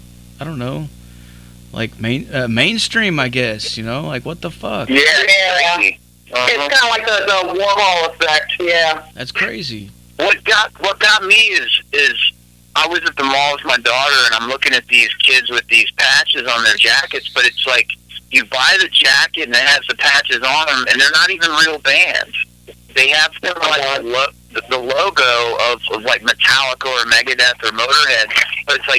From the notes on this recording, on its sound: Called in live on The Zach Moonshine Show.